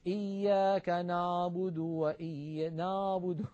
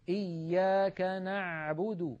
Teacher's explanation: العين الفصيحة أعمق بقليل من العين التي اعتدنا أن ننطقها بالعاميات · Shown in: second take